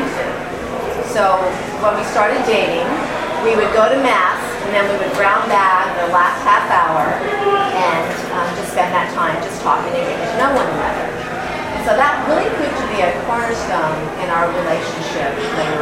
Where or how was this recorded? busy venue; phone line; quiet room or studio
busy venue